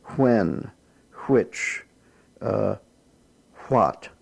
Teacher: WH here is pronounced with a slight H sound at the beginning